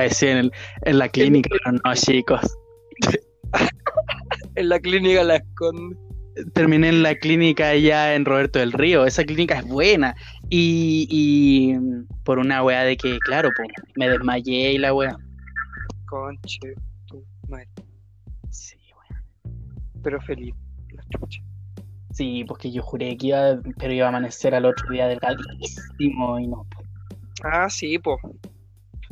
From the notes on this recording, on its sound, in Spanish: Perdón por la mala conexión